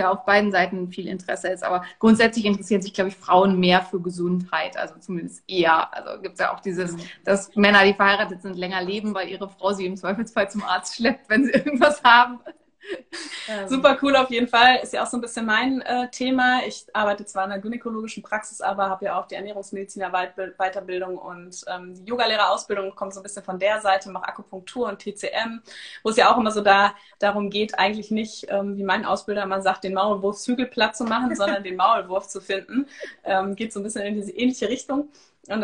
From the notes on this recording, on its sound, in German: Diese Folge ist eine Aufzeichnung unseres gemeinsamen Instagram Live